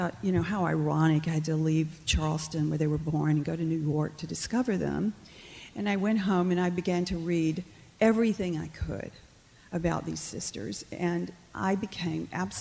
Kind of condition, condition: setting, live audience